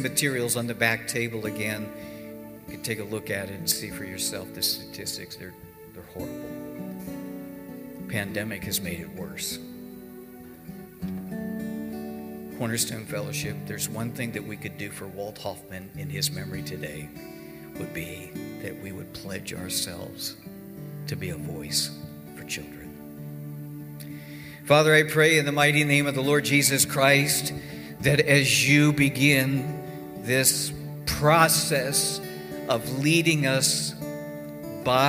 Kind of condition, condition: setting, large echoing room